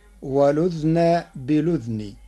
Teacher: بإسكان الذال معا، فتصير ولذن بلذن مع نقل حركة الهمز إلى الساكن قبلها